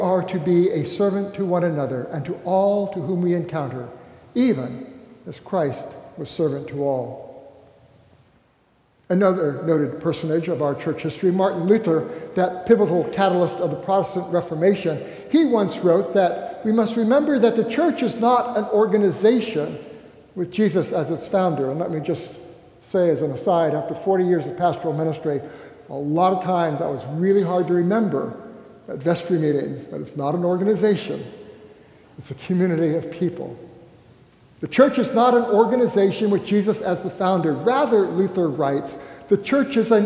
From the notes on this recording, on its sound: recorded live at the 10:00am service on Sunday, October 1, 2023.